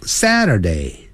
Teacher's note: Saturday，由高音往低自然下降